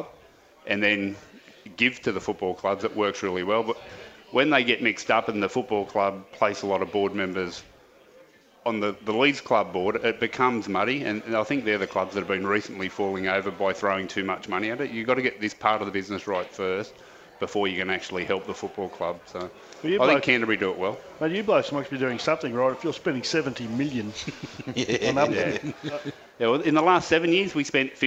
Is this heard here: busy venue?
yes